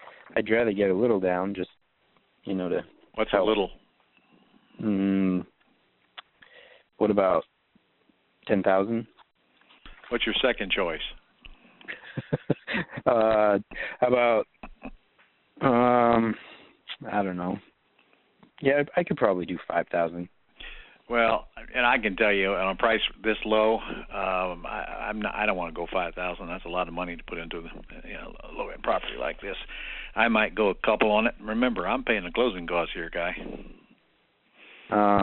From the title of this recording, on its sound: Q&A Call